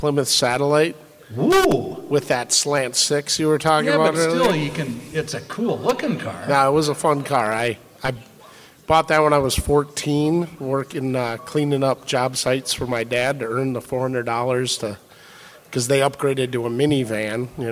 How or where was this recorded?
busy venue